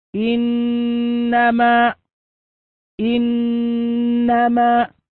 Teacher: نلاحظ أننا ننطق بالنون إن ثم نما، فالحكم في هذه النون المشددة الغنة بمقدار حركتين